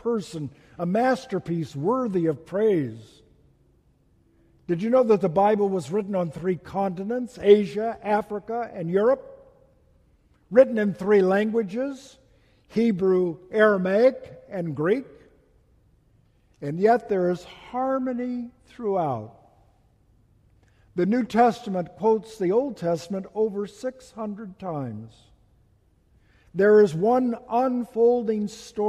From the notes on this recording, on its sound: Message delivered during the Tradional Worship service.